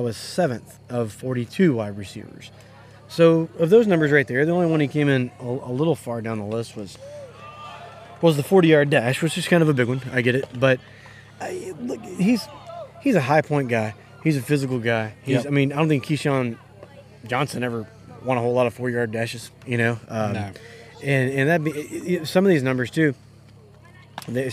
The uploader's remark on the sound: The guys venture to "Soso-ish" up in Jones county for the West Jones and PCS high school baseball game. Recorded the episode live from the left field perch at the West Jones Stadium.